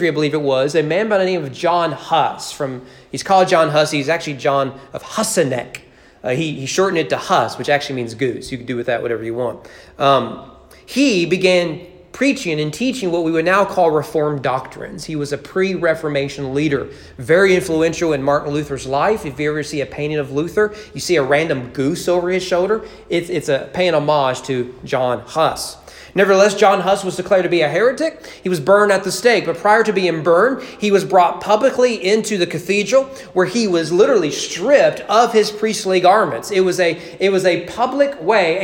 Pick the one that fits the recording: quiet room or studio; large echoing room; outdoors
large echoing room